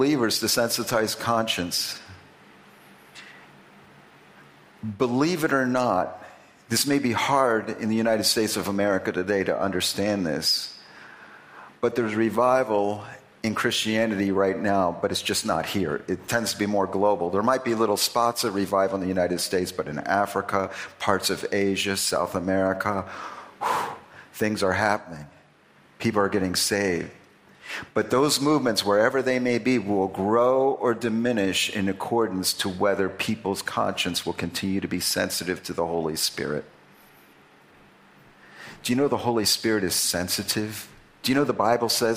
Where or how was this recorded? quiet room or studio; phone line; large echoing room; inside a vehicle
large echoing room